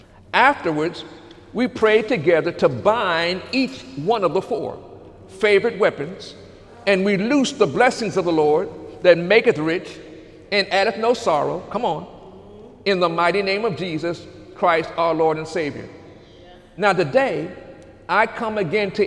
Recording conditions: large echoing room